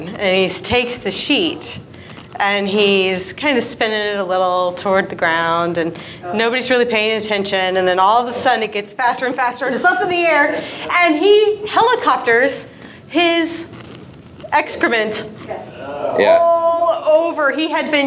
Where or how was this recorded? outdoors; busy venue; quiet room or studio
busy venue